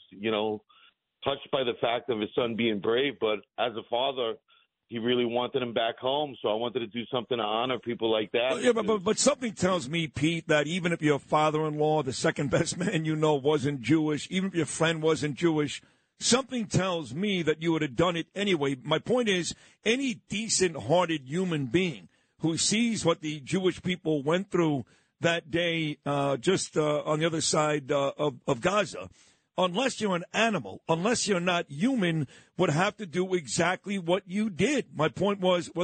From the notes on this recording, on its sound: Calls in to tell his story. Owner of the Golden Globe Diner in Huntington, NY.